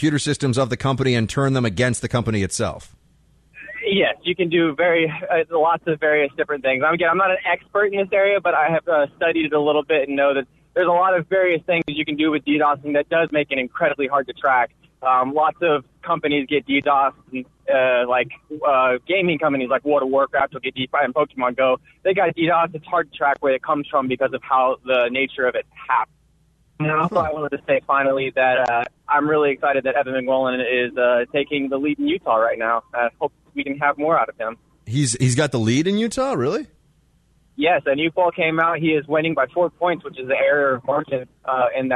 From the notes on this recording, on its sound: your phone calls